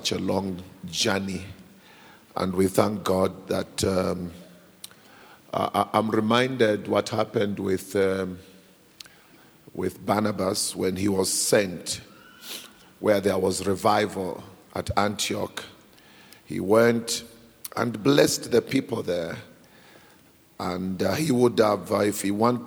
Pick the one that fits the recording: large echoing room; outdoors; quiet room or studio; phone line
large echoing room